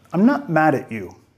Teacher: Pudiera haber vinculado acá con el sonido ch, mad at you, pero no lo hizo. También nota entonación bajando porque es una declaración afirmativa.